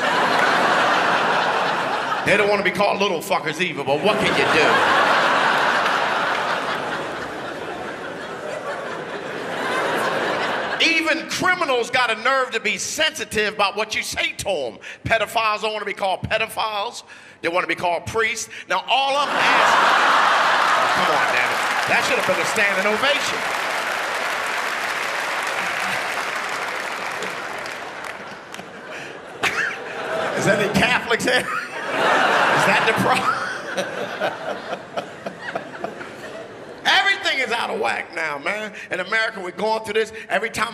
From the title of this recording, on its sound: 2012 Melbourne International Comedy Festival Gala